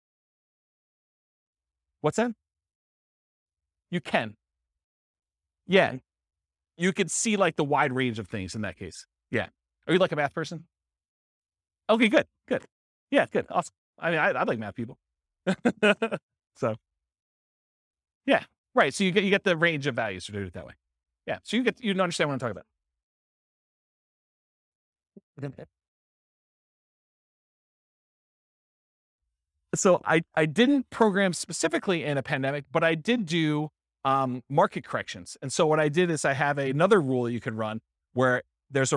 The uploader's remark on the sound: This was a live class recorded